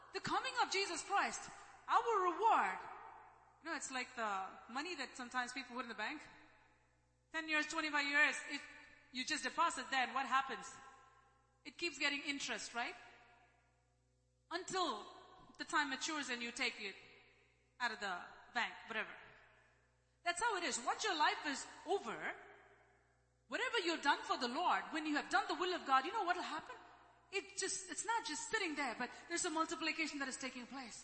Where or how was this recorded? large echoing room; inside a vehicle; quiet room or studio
large echoing room